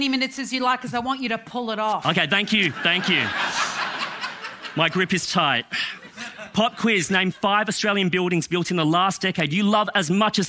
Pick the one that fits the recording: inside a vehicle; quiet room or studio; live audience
live audience